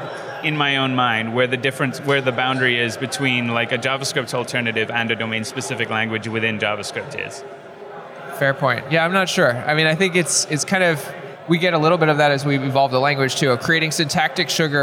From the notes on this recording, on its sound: on location at Node + JS Interactive in Vancouver